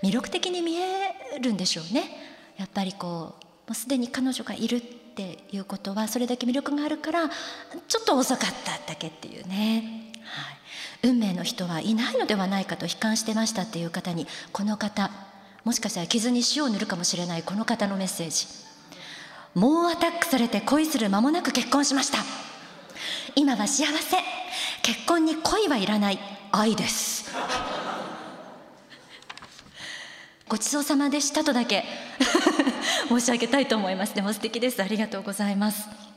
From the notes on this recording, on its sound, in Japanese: 富山県で行った公開録音の模様と共にお送りします。会場のみなさんの反応も楽しみながら、お聴きください。